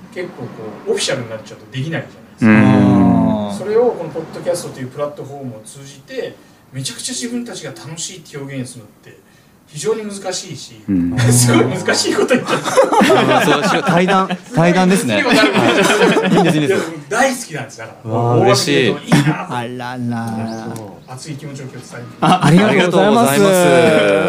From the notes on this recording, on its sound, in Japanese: 公開収録。10月に行われたセンキヤセカンドストリート（フリマ）の会場でわたおじ生収録！